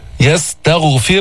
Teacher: ما تجيب صوت الخاء في الغين، الغين لا تحتاج إلى هذا. يستغفر، لا تفخم التاء لأجل الغين المفخمة.